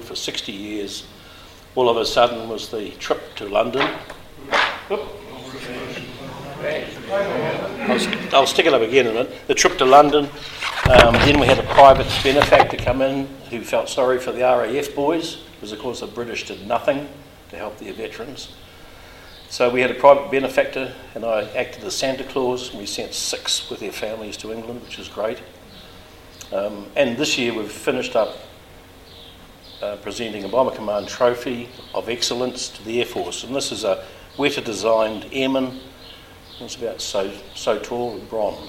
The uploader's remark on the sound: Live at the Wings Over New Zealand Forum Meet. Recordings from the Wings Over New Zealand Forum Meet 2014 held at Karapiro, Cambridge, New Zealand.